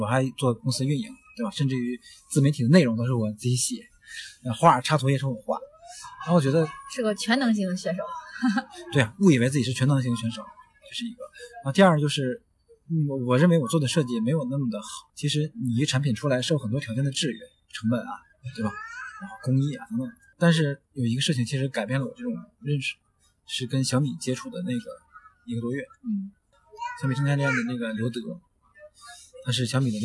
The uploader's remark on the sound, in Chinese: 首次室外录制节目，背景略有嘈杂，还请大家包含